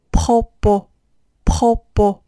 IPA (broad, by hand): prɔpo